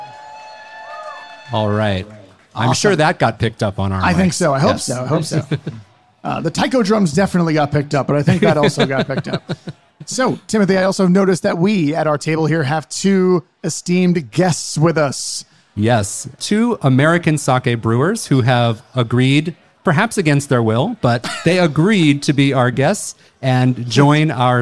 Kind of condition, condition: setting, live audience